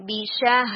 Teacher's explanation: آگے والے لانگ ہیں لی اماناتیہم پھر 33 میں بشہاداتیہم یعنی یہاں پر بیشا یہ شارٹ ہوں گے اور ہاداتیہم یہ دونوں جو ہیں اسٹریچ آؤٹ آپ نے کرنا ہے